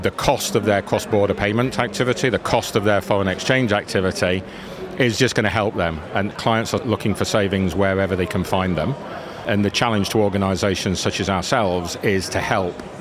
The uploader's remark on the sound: FinTech Connect, that took place at the Excel in London. We recorded a series of interviews from the Freemarket booth with a number of the speakers and attendees at the event.